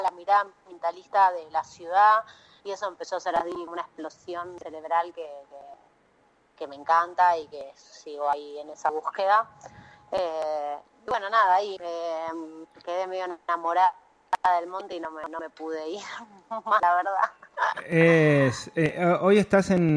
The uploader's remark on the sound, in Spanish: Charla Telefonica